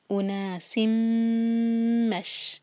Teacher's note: اونا، او ایک حرکہ، نا دو حرکہ، مد تبعی، سین پر تنوین، سلائڈنگ تنوین کے بعد میم، تو ہے ادغام غنہ کے ساتھ. میم کو ہولڈ کریں گے، ناک میں آواز لے جائیں گے